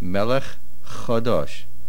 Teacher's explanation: Melech ends with a chaf, and chadosh begins with a ches. They sound the same.